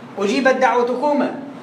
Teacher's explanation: اقلب التاء لدال ودال في دال